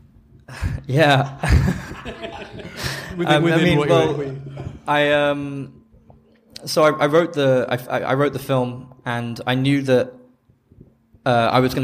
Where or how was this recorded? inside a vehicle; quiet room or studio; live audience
live audience